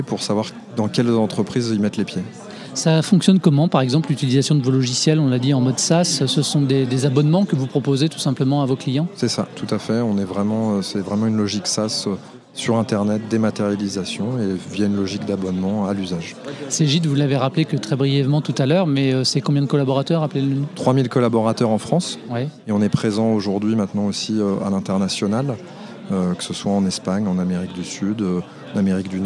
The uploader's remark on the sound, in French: Jobradio est en direct du Précatelan pour la journée RH by LesBigBoss.